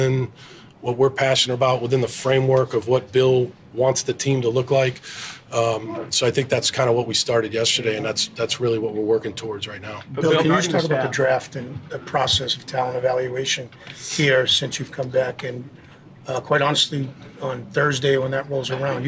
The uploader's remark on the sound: press conference at Gillette Stadium on Tuesday, April 18, 2023